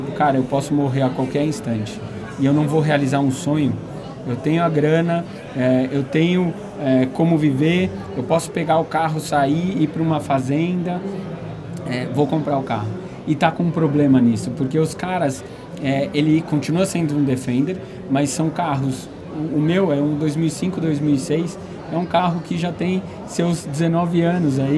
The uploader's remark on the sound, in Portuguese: Este podcast foi gravado no estande da Gris durante o Encontro de Land Rover que aconteceu em Foz do Iguaçu em setembro.